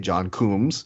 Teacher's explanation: So I elongate the O.